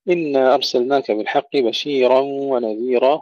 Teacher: ترقيق الراء لورش في الكلمتين بشيرا ونذيرا، وأيضا إدغام بلا غنة لخلفين عن حمزة بشيرا ونذيرا.